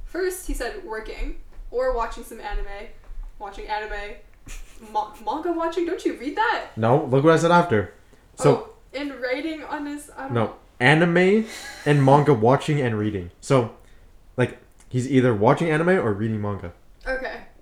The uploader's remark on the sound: the audio kinda sucks on this one, sorry about that.